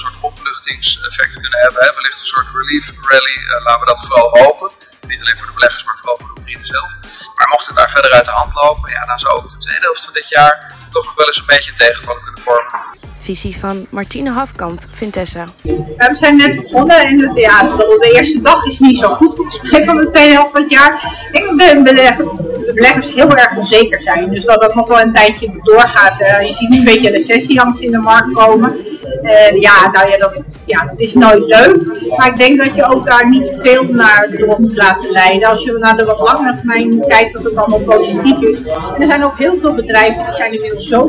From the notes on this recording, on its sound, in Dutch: Excuus voor het geluid, microfoon werkte niet mee.